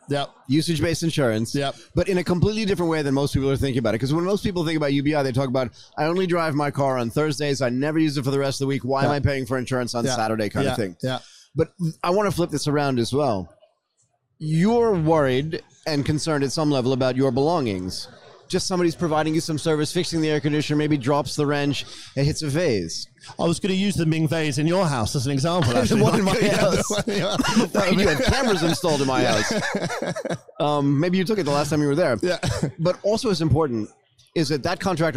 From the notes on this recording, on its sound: During this broadcast at the Singapore Fintech Festival